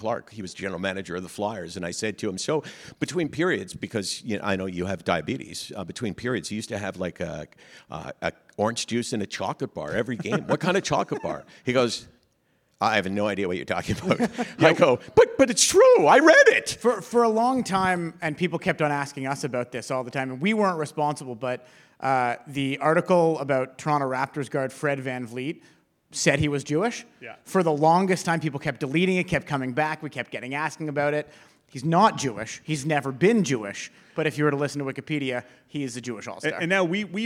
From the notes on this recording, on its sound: Special live episode of Menschwarmers , recorded at the Prosserman JCC in Toronto on Sept. This is the first in a series of live conversations hosted by The CJN and the Prosserman JCC. Special live episode of Menschwarmers , recorded at the Prosserman JCC in Toronto on Sept.